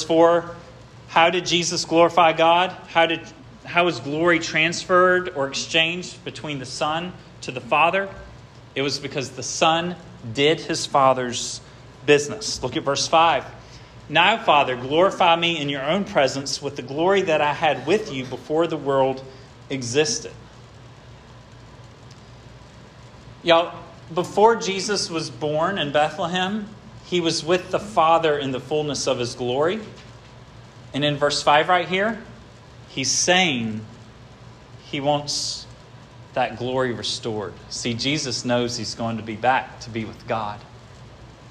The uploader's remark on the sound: This sermon was preached at Hope Fellowship on July 23, 2023